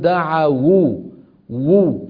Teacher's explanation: حركناها بالضم لأن الضم هو الحركة المناسبة للواو